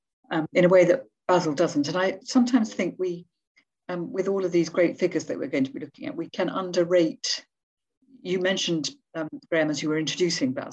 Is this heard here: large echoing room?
no